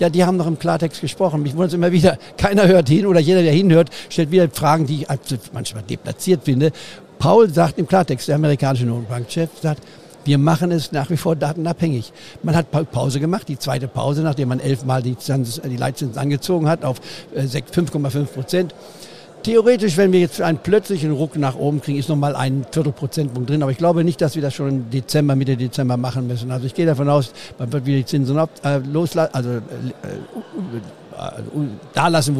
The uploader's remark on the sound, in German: Live auf dem Börsentag Hamburg. Fand in Hamburg der Börsentag statt.